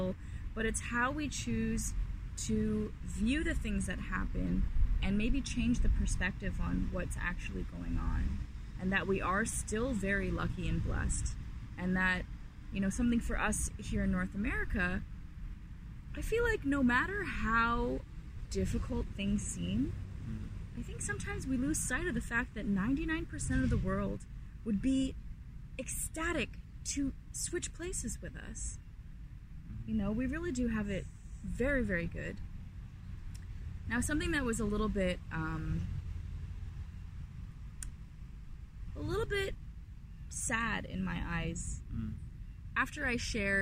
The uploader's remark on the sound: Carcast